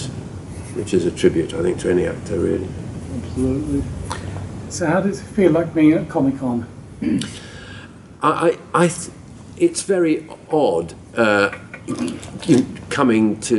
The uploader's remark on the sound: Recorded at London's MCM comic con, here is a round table interview.